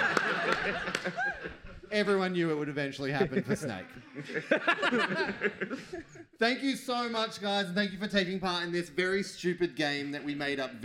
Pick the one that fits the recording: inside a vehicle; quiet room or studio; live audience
live audience